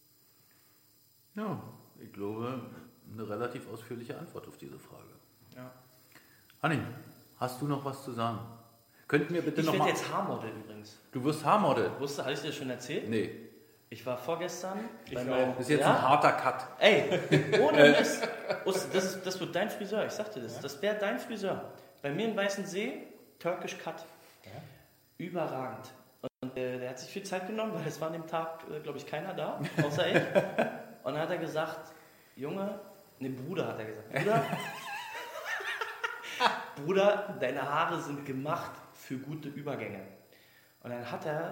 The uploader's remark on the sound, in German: Der Livepodcast.